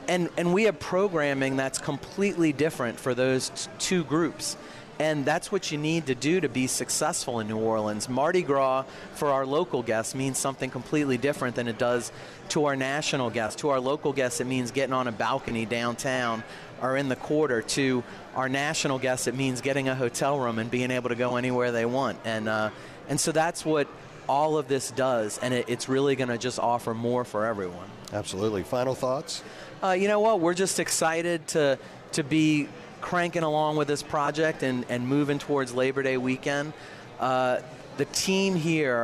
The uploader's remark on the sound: broadcasting LIVE from from Caesars New Orleans!